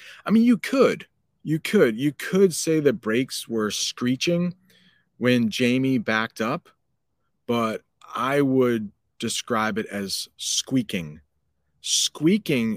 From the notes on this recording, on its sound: LET'S LEARN ENGLISH WHILE DRIVING A CAR.